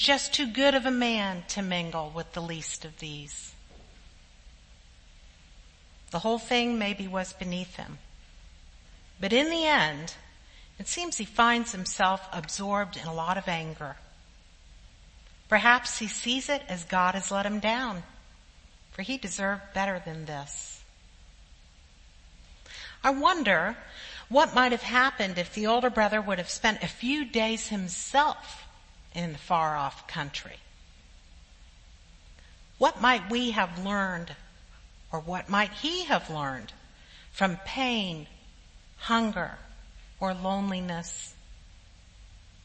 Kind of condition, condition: setting, large echoing room